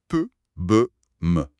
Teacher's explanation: On part de l'avant et on va vers l'arrière. Tout au bout, on a les consonnes bilabiales. Les deux lèvres se touchent.